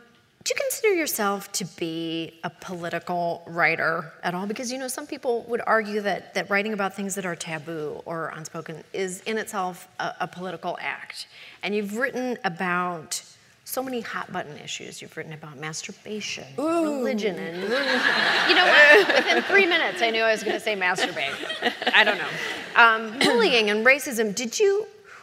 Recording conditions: live audience